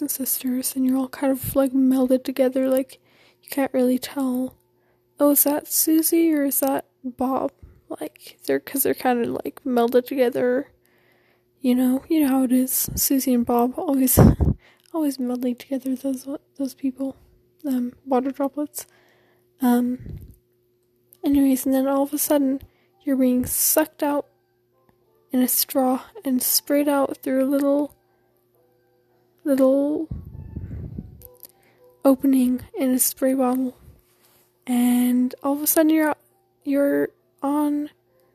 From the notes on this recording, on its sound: This is just me talking, theres some music. Sorry if I breathe into the mic.